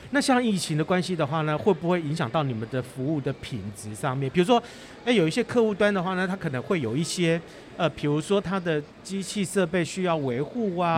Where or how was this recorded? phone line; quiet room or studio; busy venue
busy venue